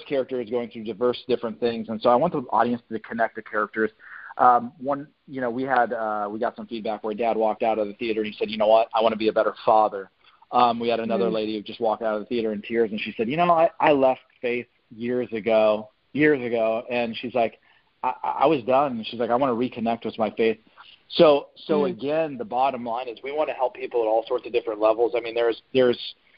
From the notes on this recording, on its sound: On the phone with Actor, Writer & Director